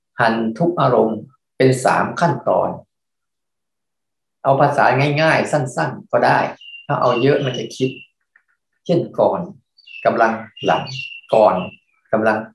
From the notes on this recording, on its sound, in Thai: คอร์สออนไลน์ (ผ่านโปรแกรม Zoom)